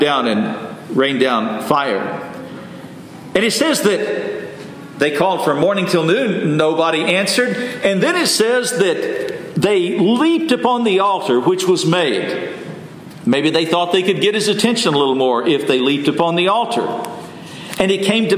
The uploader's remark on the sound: Message delivered Sunday, July 16, 2023 at Mt Carmel Primitive Baptist Church, Bel Air